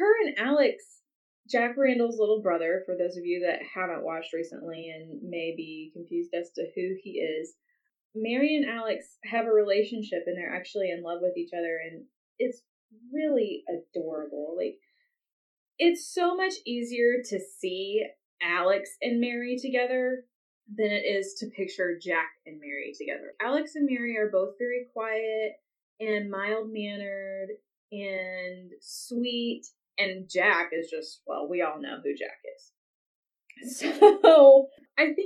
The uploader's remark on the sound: Sorry for the poor sound quality this week. IT issues were involved.